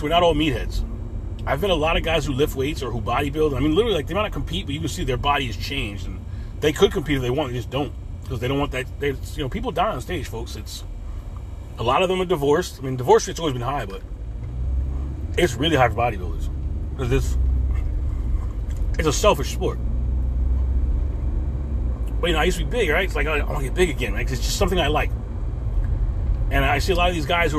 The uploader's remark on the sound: In this CarCast